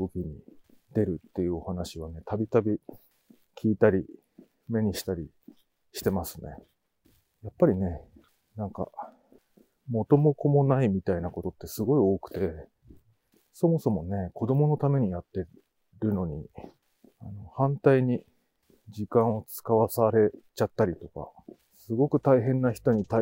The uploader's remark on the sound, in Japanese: 冬のお散歩収録。ある日、晴れた日のお散歩収録です。